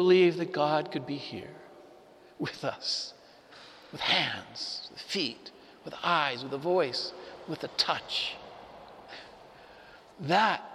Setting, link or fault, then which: setting, live audience